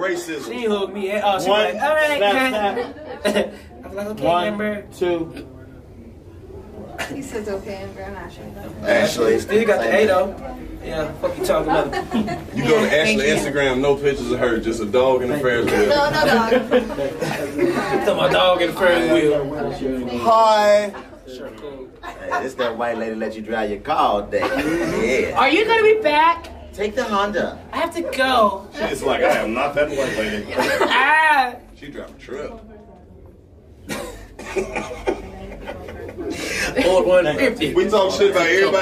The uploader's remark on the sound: Live At The Casino! (Mashantucket)